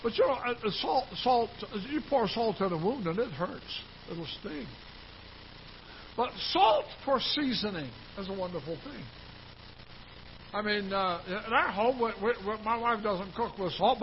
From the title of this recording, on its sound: Ketha Heights Baptist Church ~ Live Broadcast